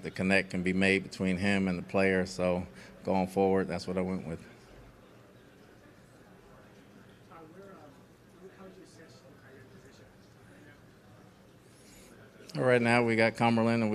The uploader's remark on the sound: Combine Press Conference (02.24.2016). Addressed the Media at the 2016 NFL Scouting Combine.